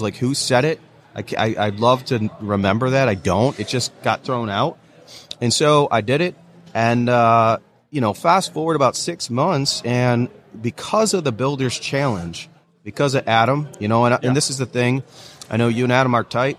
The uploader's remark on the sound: live episode of Organization Conversation, broadcast from WORKBENCHcon 2022